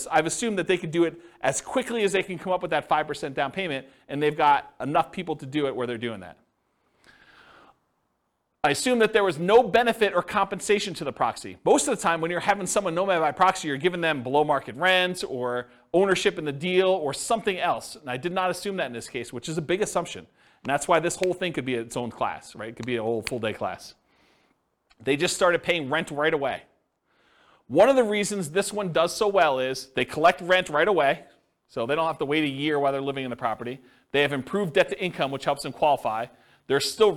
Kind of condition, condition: setting, live audience